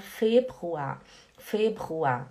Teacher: O Februar esse R do final a gente não pronuncia